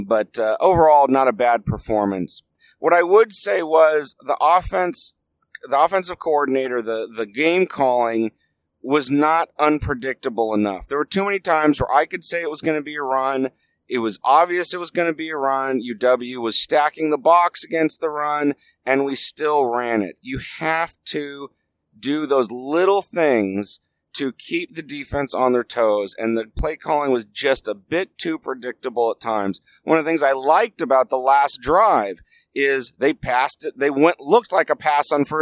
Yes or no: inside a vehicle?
yes